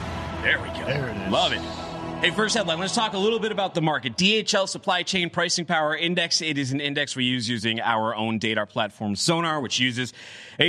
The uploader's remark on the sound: coming to you live from Global Supply Chain Week’s maritime sessions